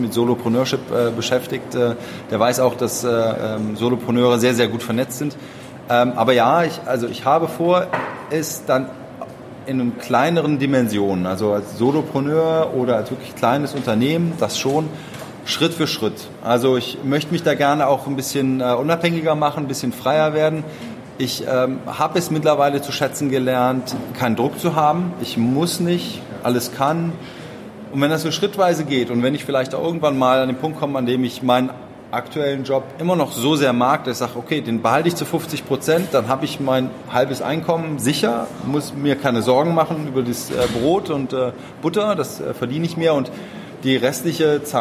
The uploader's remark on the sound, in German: Live-Mitschnitt vom Sidepreneur Meetup Frankfurt. Wir haben die Panel-Diskussion von vier Sidepreneuren aufgenommen.